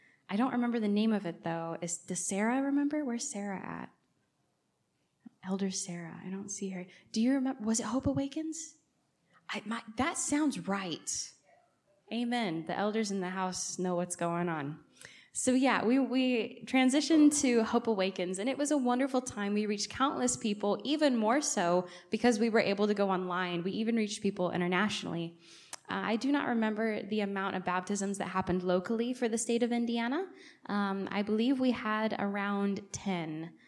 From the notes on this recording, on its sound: recorded on October 28, 2023, at Ringgold Seventh-day Adventist Church